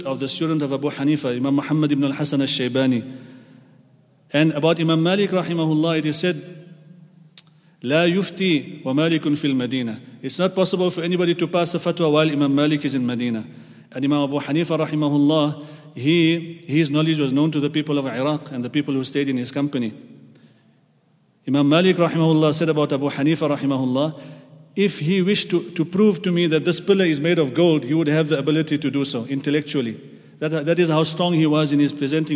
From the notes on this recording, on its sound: at the Houghton Masjid (West Street)